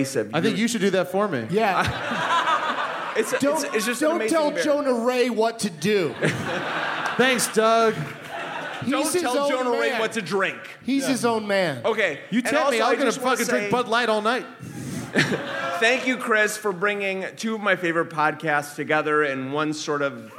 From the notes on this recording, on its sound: It's the Nerdist live from the Twin Cities!